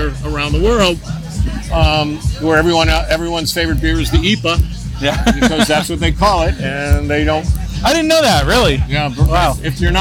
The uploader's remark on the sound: LIVE episode of HopTalk, recorded at the recent LA Beer Week kickoff festival